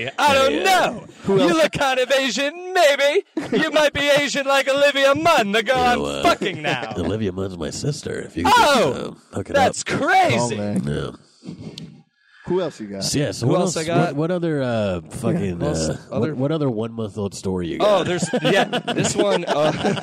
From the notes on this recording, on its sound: hung out after a show and did a pod in my car.